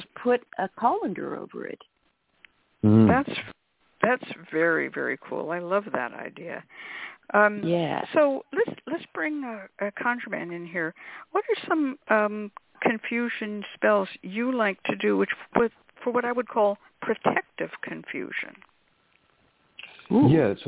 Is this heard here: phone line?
yes